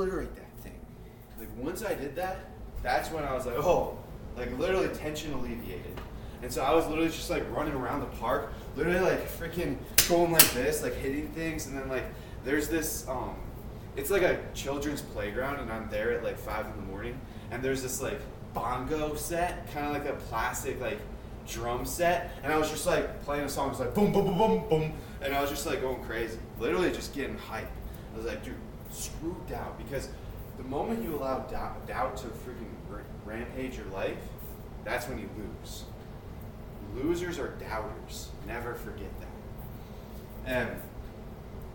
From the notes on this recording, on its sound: Sorry about audio, I don't notice until after Practice #70.